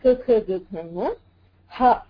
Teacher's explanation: हकारः विसर्जनीयः विसर्गः एतेषां वर्णानां कण्ठः उत्पत्तिस्थानम्